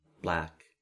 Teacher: going direct from the plosion into the air, into the L